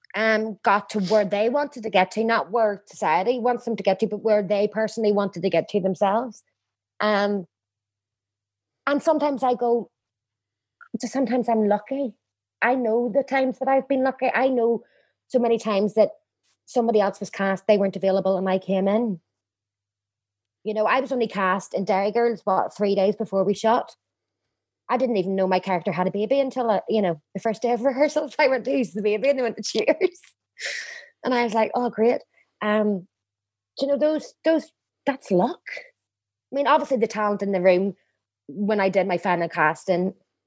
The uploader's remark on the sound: Recorded via Zoom, May 2020. Studio facilities provided by irishvoiceovers.co.uk.